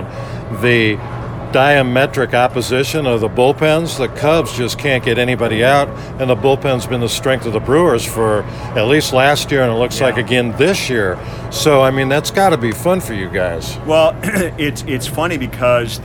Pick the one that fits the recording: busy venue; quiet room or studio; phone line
busy venue